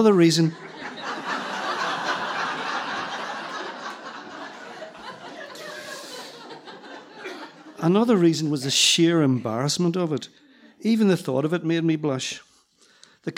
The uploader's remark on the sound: Three wonderful stories told at different tenx9 events. Tenx9 is a live storytelling event where nine people have up to ten minutes each to tell a true story from their own life on a particular theme.